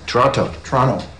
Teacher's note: Canadians don't pronounce the T.